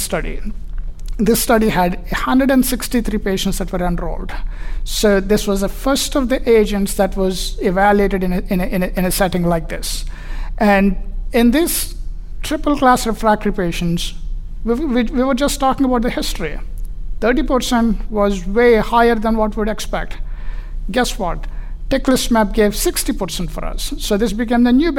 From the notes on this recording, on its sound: Find out by accessing this PeerView MasterClass and Case Forum event developed in collaboration with the HealthTree Foundation for Multiple Myeloma and recorded at the 2023 ASCO Annual Meeting.